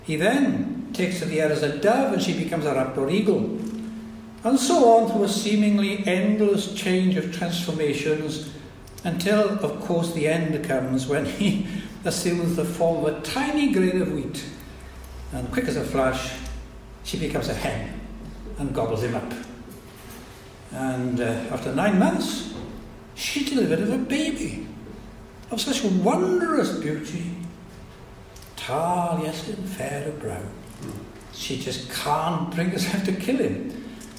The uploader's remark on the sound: It was recorded at a Cymmrodorion event.